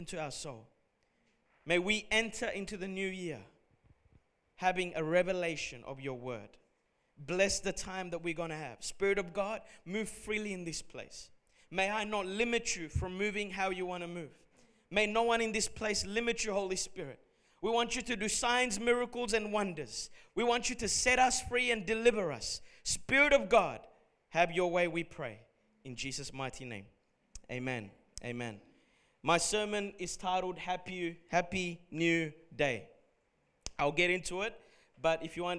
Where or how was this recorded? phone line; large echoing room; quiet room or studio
large echoing room